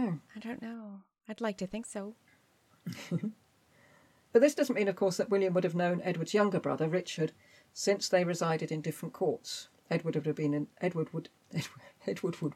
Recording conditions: sounds in the background